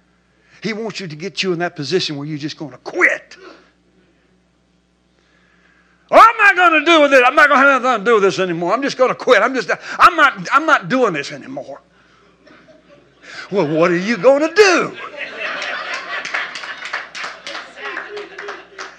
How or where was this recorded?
large echoing room